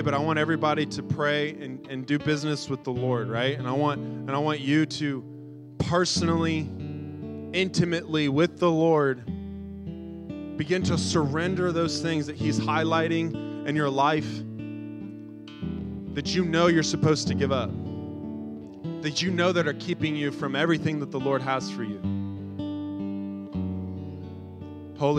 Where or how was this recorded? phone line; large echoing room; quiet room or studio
large echoing room